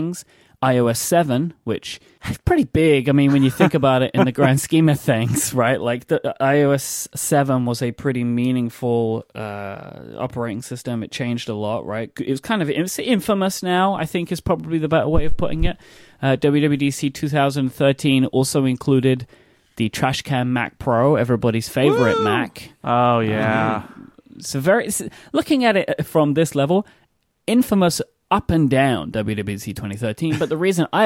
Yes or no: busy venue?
no